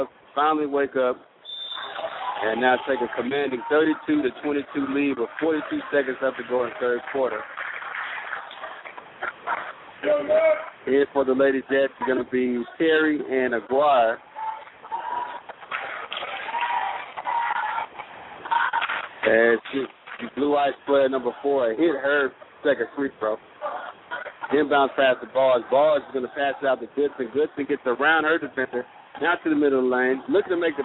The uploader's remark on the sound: Lady Jets Girls AAU Basketball Broadcast in Orlando, FL. Live broadcast from AAU tourney in Orlando, FL.